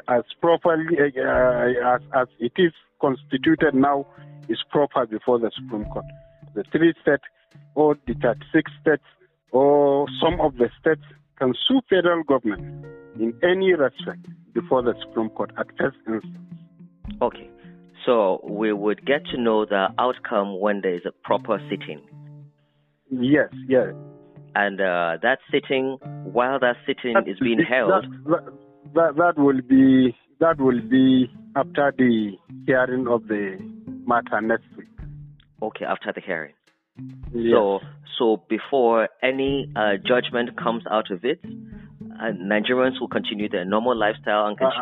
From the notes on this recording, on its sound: Recorded via call.